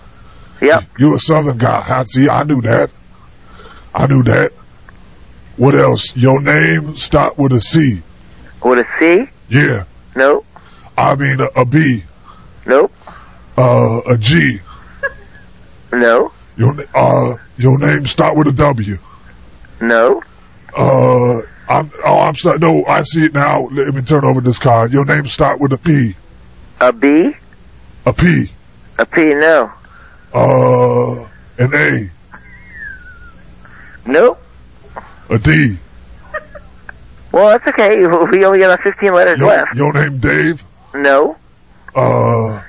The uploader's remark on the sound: Prank Phone Calls